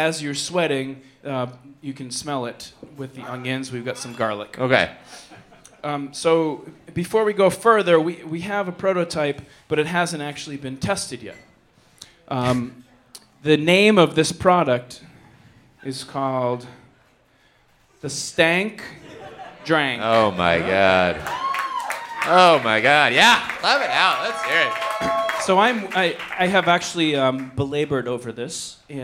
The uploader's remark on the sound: Live in Brooklyn